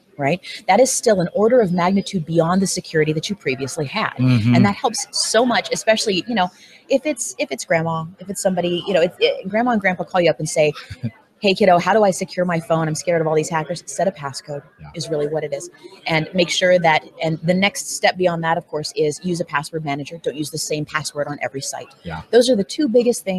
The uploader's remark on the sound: Interviews at HDC 2016. Interviews guests from HDC2016.